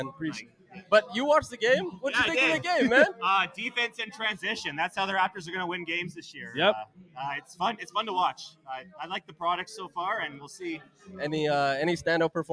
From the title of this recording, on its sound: LIVE PARTY Reaction Podcast